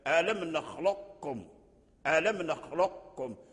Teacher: إدغام ناقص، أي تبقي صوت القاف مع الكاف